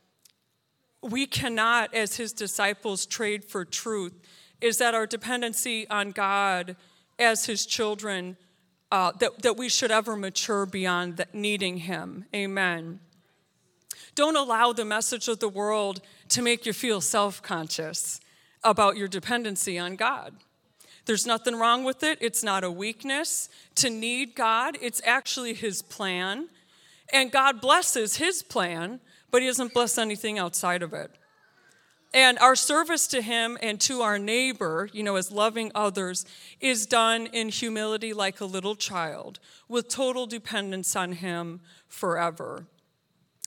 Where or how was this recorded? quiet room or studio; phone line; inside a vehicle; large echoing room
large echoing room